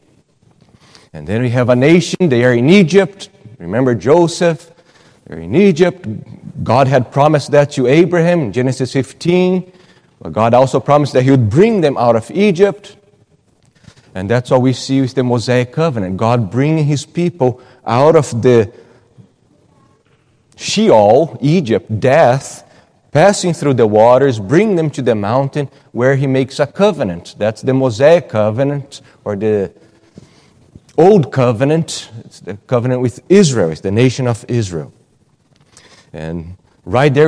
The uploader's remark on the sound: at Gracious Cross Reformed Church Salem